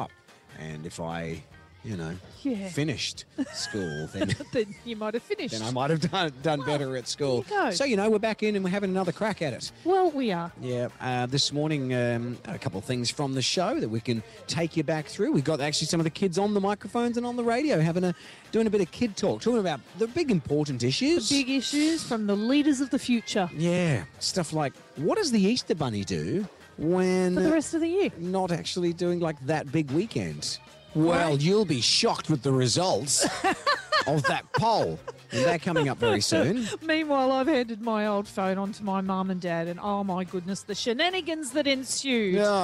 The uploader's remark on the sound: Live from the schools of the Central Coast all this week!